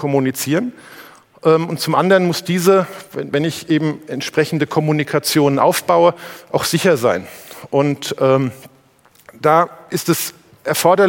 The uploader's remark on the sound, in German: beim auto motor und sport Kongress 2019